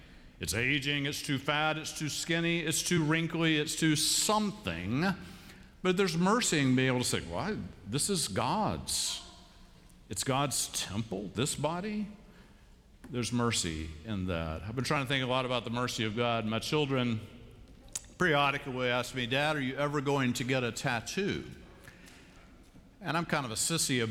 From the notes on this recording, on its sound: Live from Myers Park United Methodist Church in Charlotte, North Carolina.